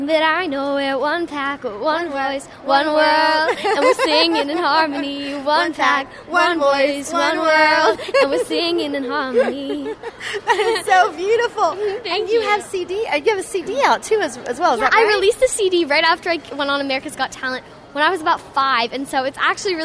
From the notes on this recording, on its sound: we go live to the Red Carpet Film Premiere